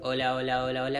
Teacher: es un sonido más entero, las cuerdas están más gruesas, más cortas, ¿no? Está mm, con más masa, con más músculo. · Term: voz modal